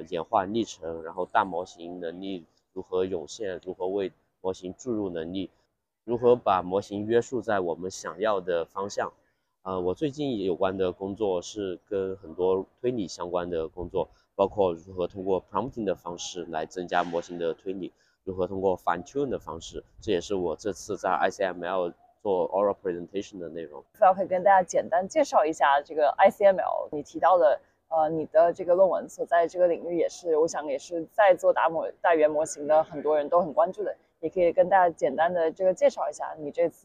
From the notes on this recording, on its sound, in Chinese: 在ICML 2023 International Conference on Machine Learning, 国际机器学习大会 的现场录制的。这次在室外录制，嘉宾还在生病，不免有些杂音。